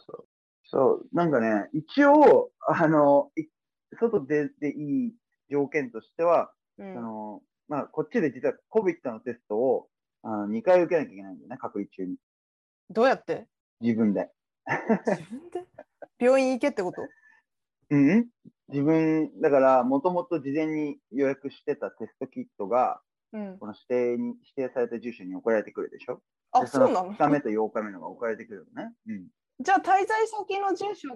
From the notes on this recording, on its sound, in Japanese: 音質があまり良くないため、聴きづらかったら申し訳ありません･･･